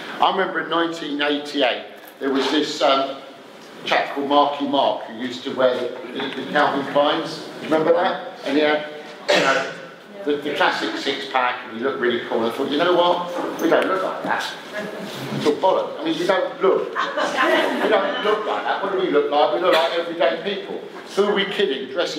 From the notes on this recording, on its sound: a 'live' Q &